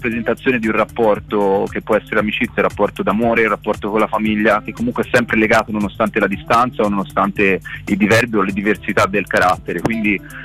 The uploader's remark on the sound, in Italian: INTERVISTA TELEFONICA DEL 13-04-23